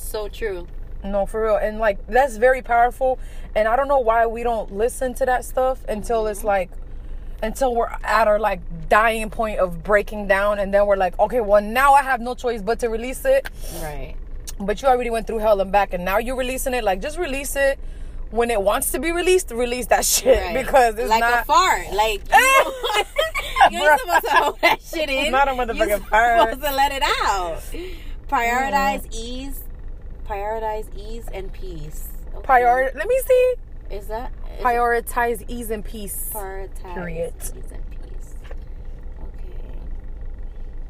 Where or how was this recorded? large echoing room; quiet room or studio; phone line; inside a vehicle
inside a vehicle